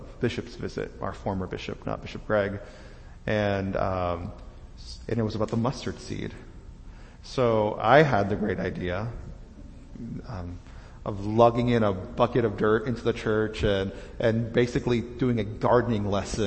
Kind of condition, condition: setting, large echoing room